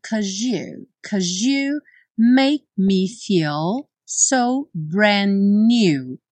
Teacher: cause, que é a forma curta do because, ganhar na junção com you um som de J